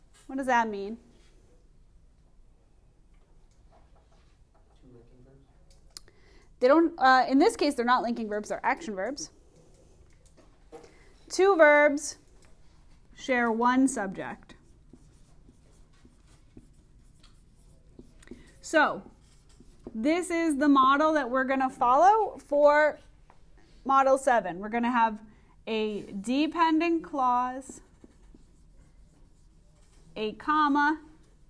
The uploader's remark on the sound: Recorded in class on 11/5/19